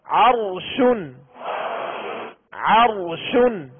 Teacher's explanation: را ساکن سے پہلے والے حرف پر زبر کی علامت ہے لہذا را کو پور یعنی موٹا پڑھیں گے